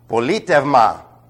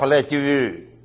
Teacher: This is a diphthong, by the way. When combined, it comes out ev. · Shown in: first take · It's an epsilon and an ypsilon, which is very difficult to pronounce, and therefore the Greeks simply made a contrast.